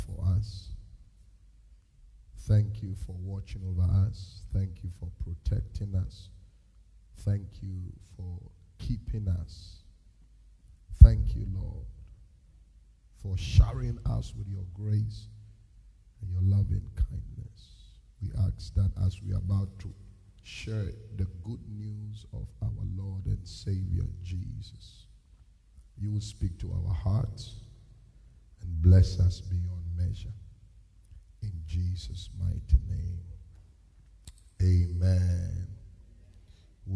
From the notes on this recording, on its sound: Preached at the Destiny Empowerment Chapel International